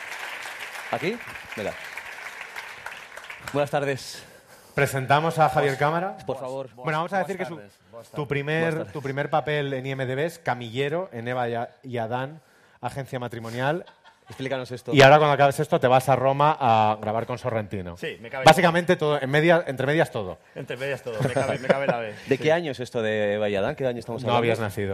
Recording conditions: live audience